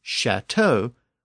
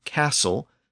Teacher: it has the initial CA or ka sound associated with the Norman dialect · Shown in: second take · But in the 1700s, this word was borrowed again as chateau with the later French SH sound.